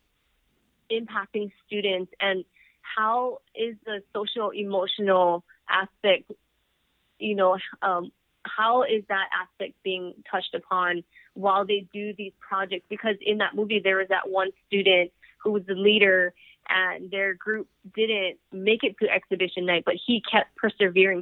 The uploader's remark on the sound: FYI, this episode was recorded via phone bridge to a studio in Hawaiʻi during the Covid-19 crisis. For engineering the audio at Thunder Studios Hawaiʻi.